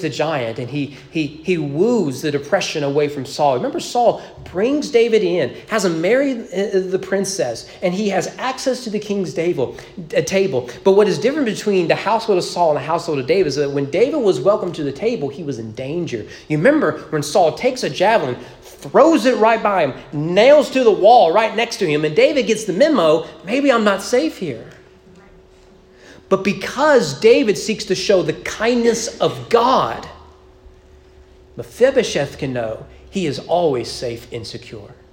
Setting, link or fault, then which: setting, large echoing room